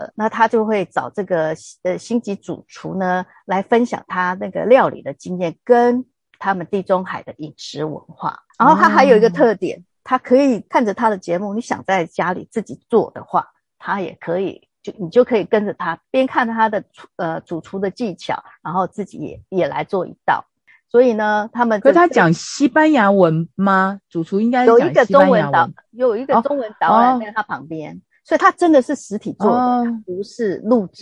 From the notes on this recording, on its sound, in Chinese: 姐姐們兩地開錄。首度使用ZOOM軟體嘗試遠距錄音，音質不比專業錄音室，請多擔待嘿。